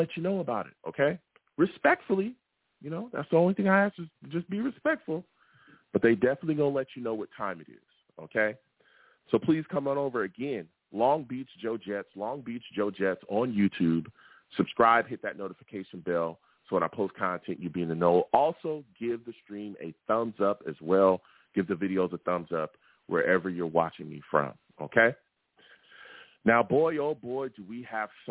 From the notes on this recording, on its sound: I take live callers!